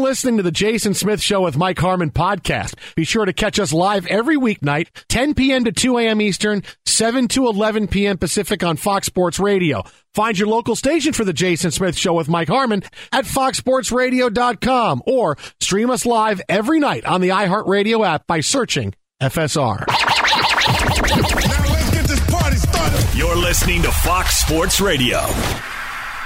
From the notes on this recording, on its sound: phones